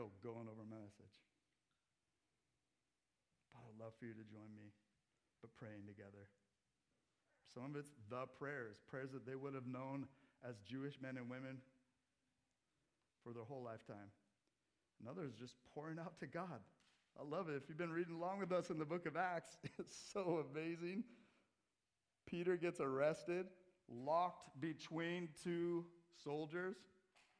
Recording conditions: large echoing room